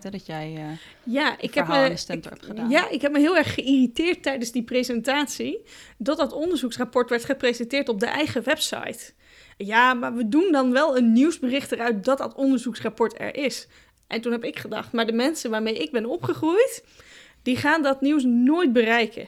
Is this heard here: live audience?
no